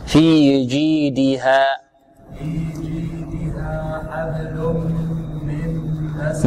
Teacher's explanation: الهاء لا تبالغ في الفتح حتى تصير ماذا مفخمة